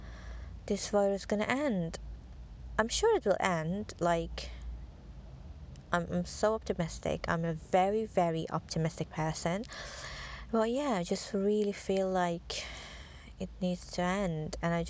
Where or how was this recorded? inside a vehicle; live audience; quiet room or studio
inside a vehicle